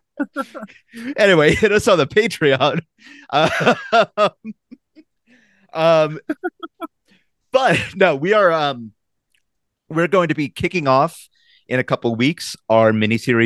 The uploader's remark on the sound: We had to use the Zoom backup audio for this recording. Apologies for the diminished quality.